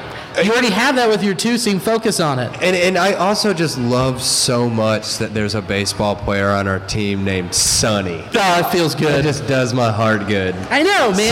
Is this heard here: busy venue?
yes